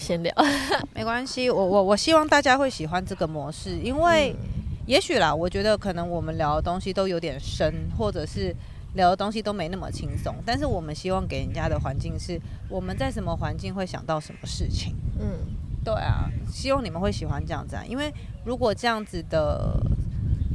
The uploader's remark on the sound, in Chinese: 說走就走的戶外錄音。這集是一個臨時的特別錄音室。